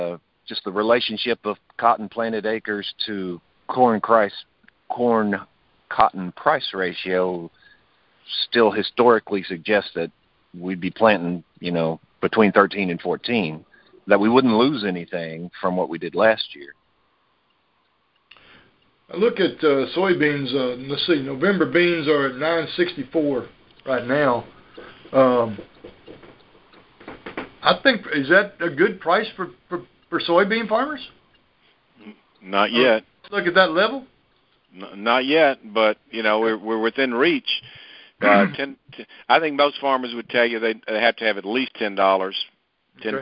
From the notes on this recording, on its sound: Monthly Conference Call.